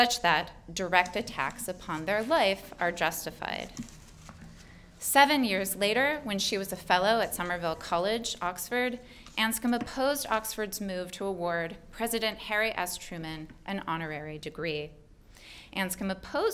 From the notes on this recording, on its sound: delivered this lecture on May 10, 2018 at the University of Chicago